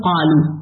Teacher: قاف کا مخرج حلق نہیں ہے، حلق کے قریب ہی ہے، حلق کے اوپر ہے